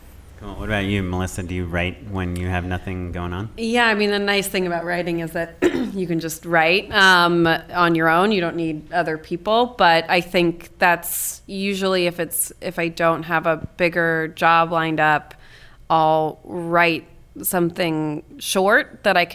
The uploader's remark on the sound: Just Shoot It LIVE! Q&A Bonus Episode